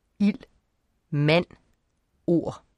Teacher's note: D udtales ikke, når det kommer efter L og N og R.